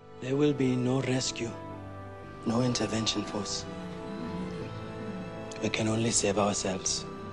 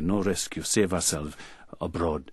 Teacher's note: And you got that little tapped, flapped R there.